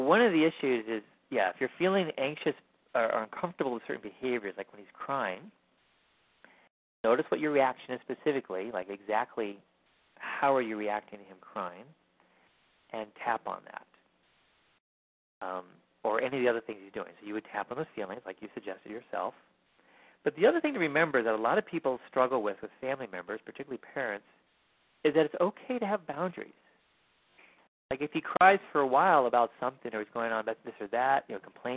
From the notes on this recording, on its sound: Finding Love Live Q&A Calls.